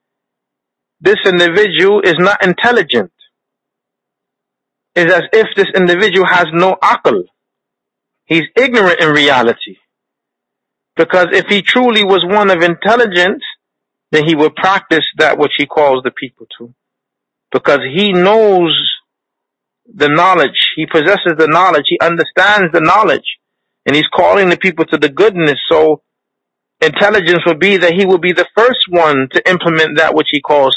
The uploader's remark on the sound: A Toronto Tele-Conference Event